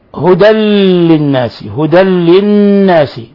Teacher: تنوين فتح جاء بعد حرف اللام الحكم التجويد إضغام بغير غنة. للناس نون مشددة تغن مقدار حركتين.